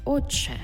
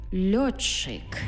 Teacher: «Ти» і «чи» і утворюється в нас подовжений звук «чи».